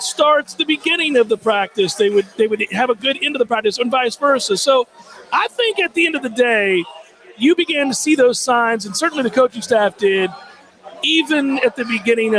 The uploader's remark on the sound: LIVE from the Harry Buffalo in Orlando!